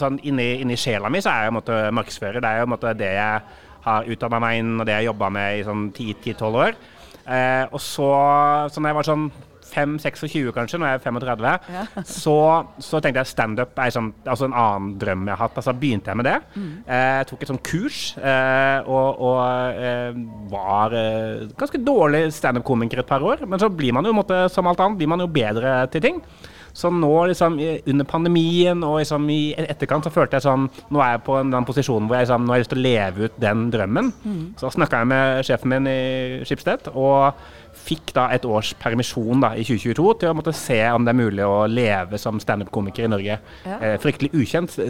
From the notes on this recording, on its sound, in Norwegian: Denne episoden er fra da Bauer Media hadde live podkast mellom foredragene på Den Store Annonsør Dagen 13.